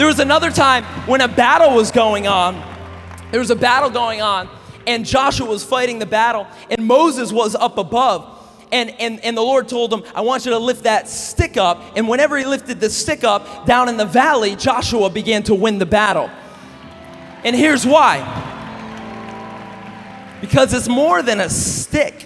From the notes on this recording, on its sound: message at Awakening Conference 2016